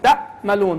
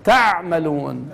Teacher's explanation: الهمزة يقف بها الصوت والعين يطول بها الصوت، فقولوا لو قصرنا الصوت بالعين اقترب من الهمزة أصبح تأملون.